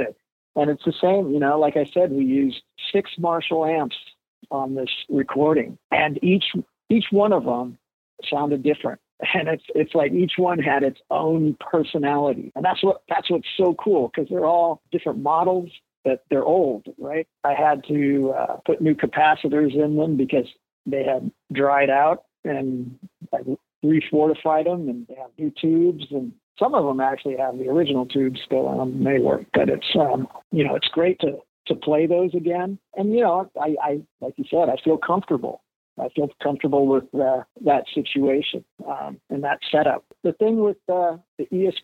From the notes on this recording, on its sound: Although the original intent was to do a video interview, it just didn’t happen. After several attempts to get it to work, we settled on just doing an old-school phone interview.